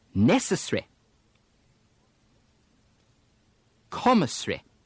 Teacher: The English almost eliminate that stressed vowel at the same time that they soften the E to I. So, an earlier syllable now gets the stress.